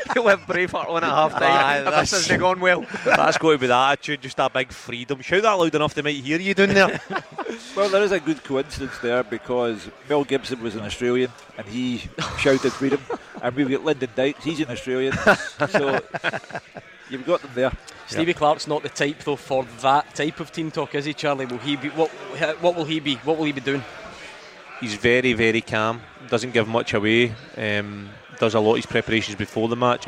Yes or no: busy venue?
yes